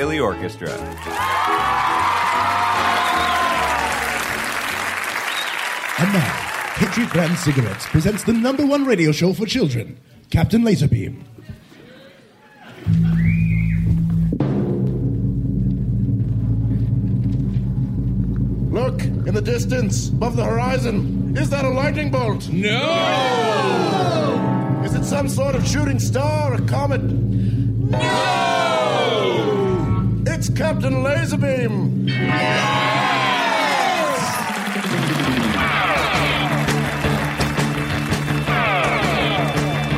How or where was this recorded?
live audience